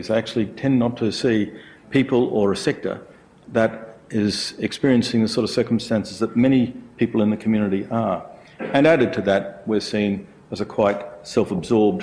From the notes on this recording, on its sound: IFE Grand Challenge Lecture. At QUT.